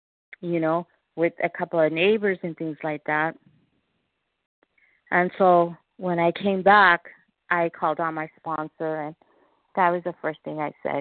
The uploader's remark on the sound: 100 Pounders Phone Meeting